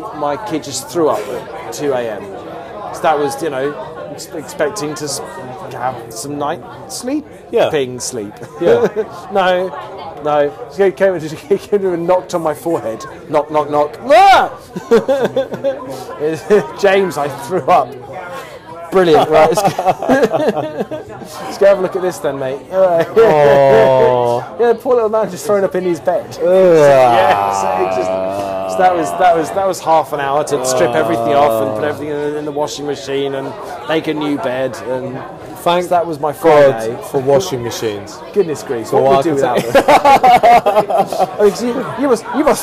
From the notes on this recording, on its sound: Reunited for some pointless waffle in the local spoons. Live from the Masque Haunt, Old street.